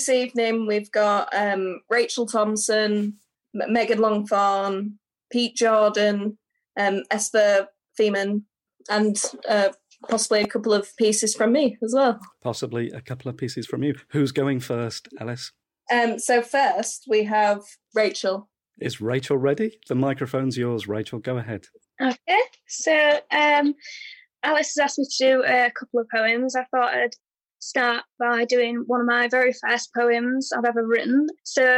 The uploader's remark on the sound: Their first virtual get together during the coronavirus lockdown. Are joined by a small number of participants for this initial virtual gathering.